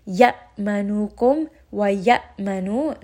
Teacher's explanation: there is a very slight jerking sound. I'm not going to roll it in the throat. Just have a slight jerking. Stop the sound abruptly. · Term: جهر